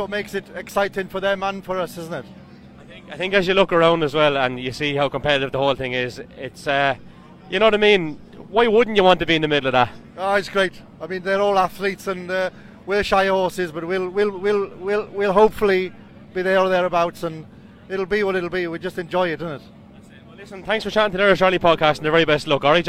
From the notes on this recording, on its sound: Live from West Cork on Friday evening